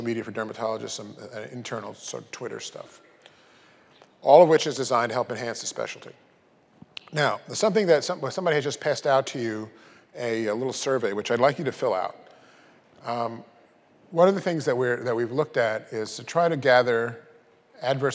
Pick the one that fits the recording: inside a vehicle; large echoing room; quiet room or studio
large echoing room